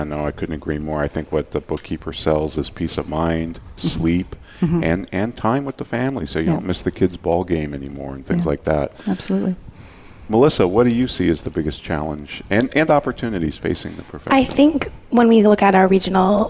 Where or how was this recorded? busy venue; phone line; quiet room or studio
busy venue